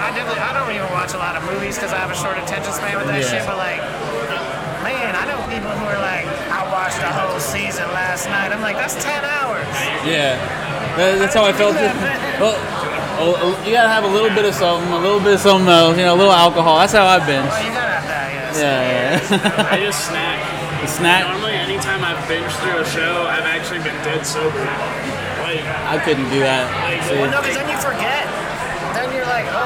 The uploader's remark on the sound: Live from the Eureka Heights taproom